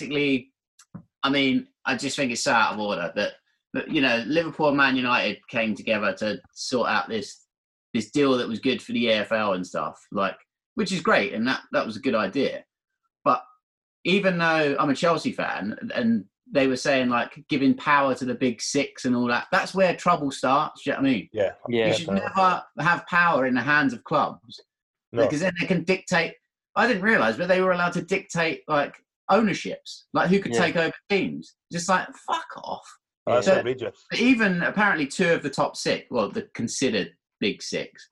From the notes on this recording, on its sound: Back on zoom chat due to the Covid restrictions and not a pint in sight...